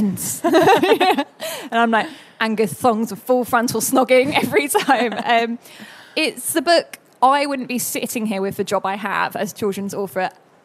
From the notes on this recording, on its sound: Our first ever live show at London Book Fair. Recorded at the London Book Fair 2019.